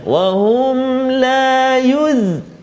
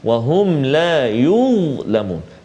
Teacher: Huruf dha kat sini dia berada dalam keadaan sukun ataupun mati baris dia. Tapi tetap kena ada tebal dia juga. · Shown in: second take